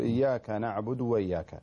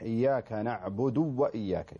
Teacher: يعني يخفي الضمة أو أنه يخفي الواو فينطقها واحدة · Shown in: first take · يضغمها فيقول إياك نعبد وإياك الصحيح إياك نعبد وإياك يشبع الدال